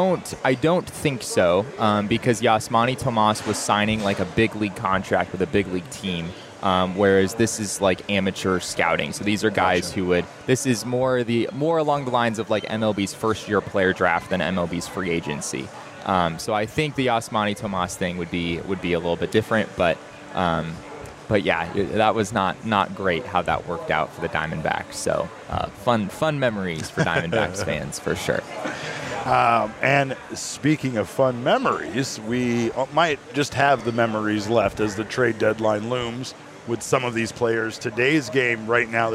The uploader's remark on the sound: live from Four Peaks Brewing Company